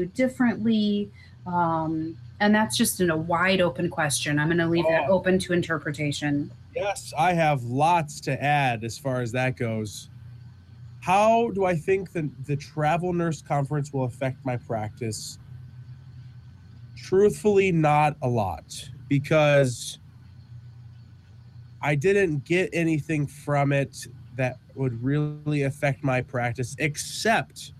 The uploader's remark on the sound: almost been struck by a train at some point during this recording